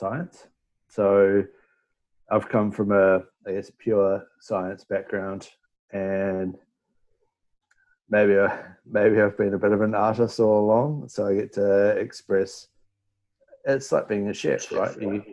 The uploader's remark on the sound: joined us in the Virtual Meet the Brewers Zoom Room